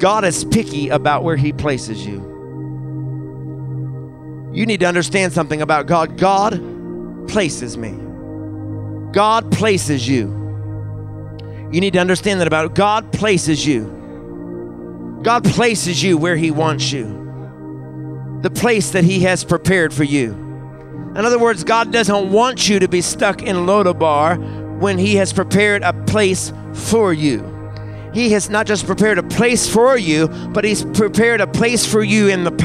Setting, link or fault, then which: setting, large echoing room